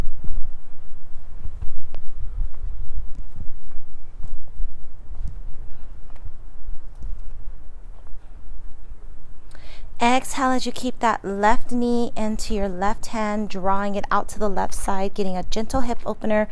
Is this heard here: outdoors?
yes